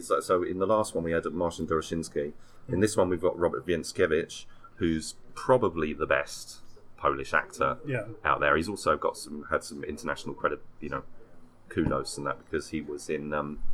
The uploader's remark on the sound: Please excuse the background noise on this week's episode. Recorded it in the bar of our hotel, while attending this year's Fighting Spirit Film Festival.